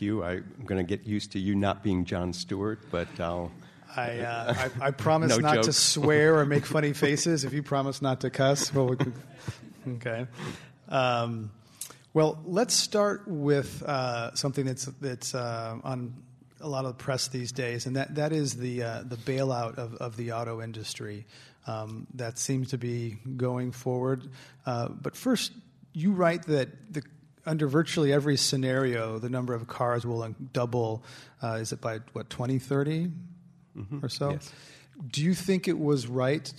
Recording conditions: live audience